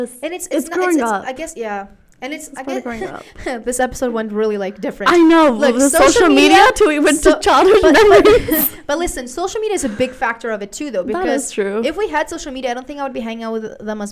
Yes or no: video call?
no